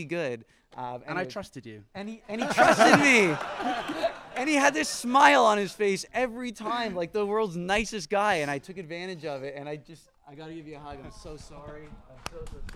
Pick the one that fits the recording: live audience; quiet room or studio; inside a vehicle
live audience